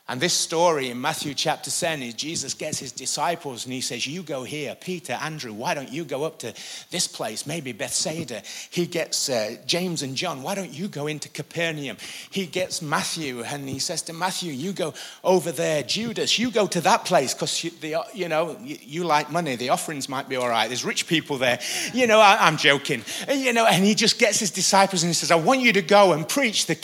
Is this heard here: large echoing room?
yes